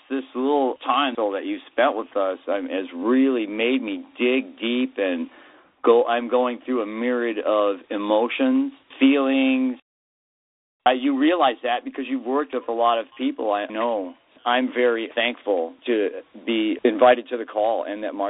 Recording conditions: phone line